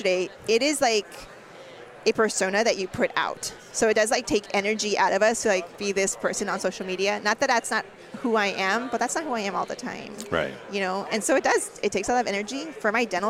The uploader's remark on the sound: We deliver a highly requested episode in a roundtable format, recorded at ADA SmileCon.